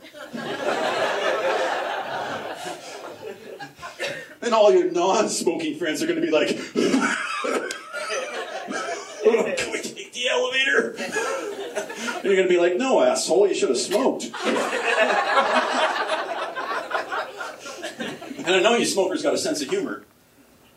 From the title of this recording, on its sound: Stand Up, Live at the Comedy Factory